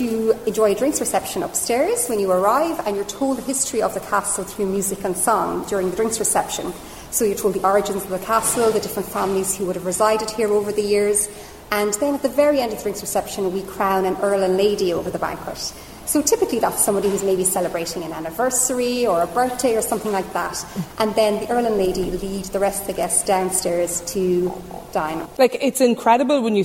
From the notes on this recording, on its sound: Lunchtime Live is LIVE from Co Clare as part of Newstalk's Summer Tour.